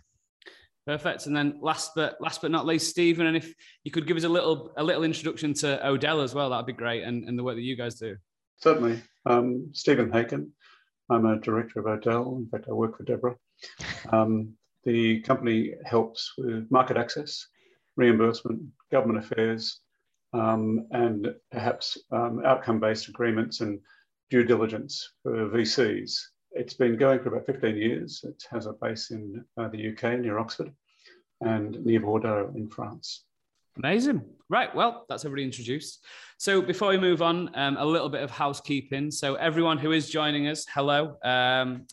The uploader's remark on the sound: In this live webinar, hosted by CM Medical.